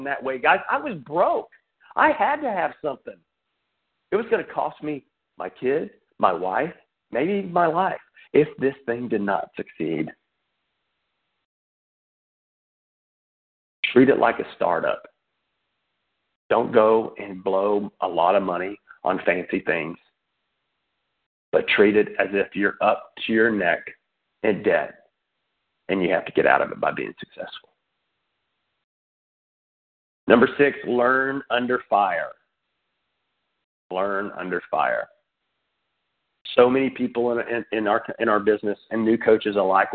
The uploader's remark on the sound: Team Elite Conference Call